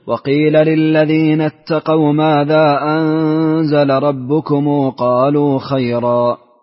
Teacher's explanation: ستقرأ لقالون الآن بصلة ميم الجمع